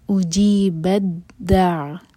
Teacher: دال کو عین سے جوڑیں گے اور تھوڑا سا ٹائم دیں گے تاکہ عین پر جھٹکا نہ ہو